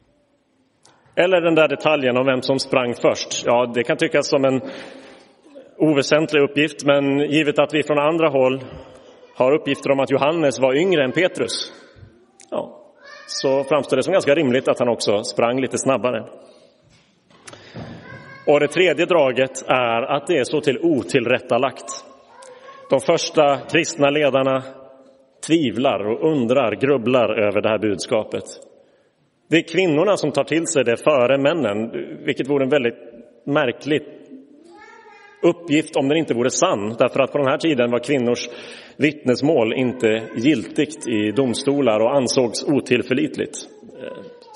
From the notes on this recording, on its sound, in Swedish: Inspelad i Roseniuskyrkan den 9 april 2023.